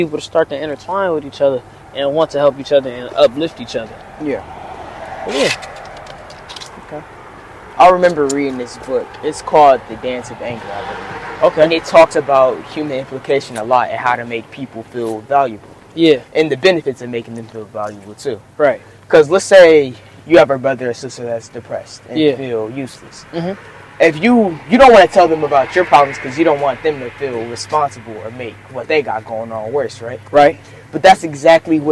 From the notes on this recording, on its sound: Today I tried something new, I did a walk and talk style podcast while chatting with my cousin.